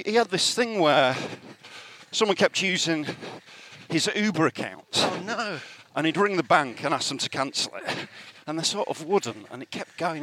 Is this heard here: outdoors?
yes